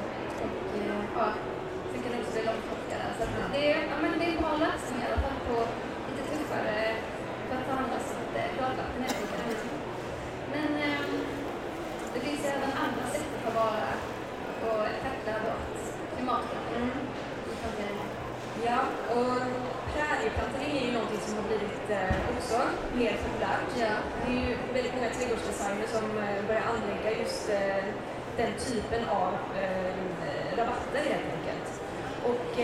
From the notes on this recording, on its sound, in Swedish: Trädgårdsarkitekterna poddar live från Vår Trädgård i Malmö.